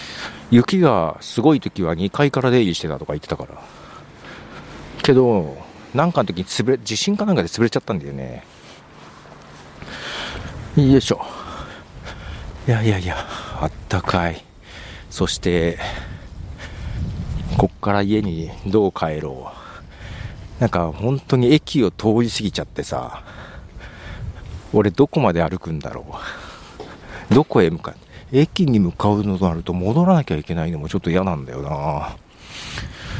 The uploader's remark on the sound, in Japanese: 仕事納めが早めに終わったの、あまり行かないところを散策し、早めの昼飯を食べつつ、歩きながら収録しました。